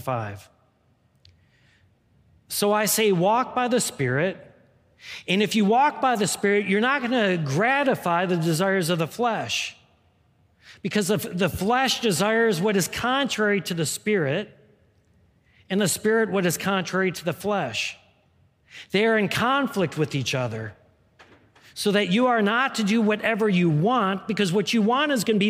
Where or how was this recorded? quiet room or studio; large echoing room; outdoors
large echoing room